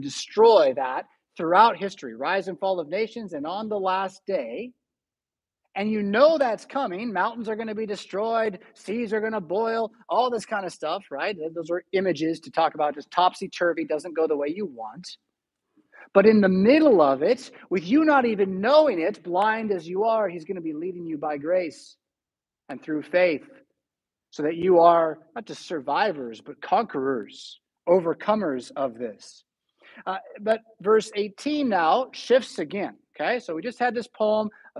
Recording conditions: large echoing room